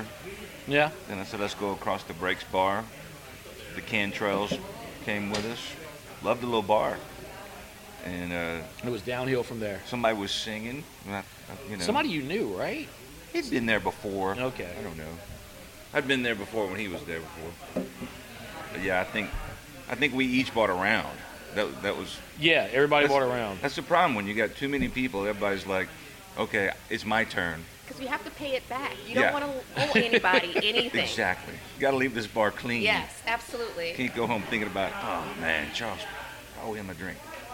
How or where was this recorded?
busy venue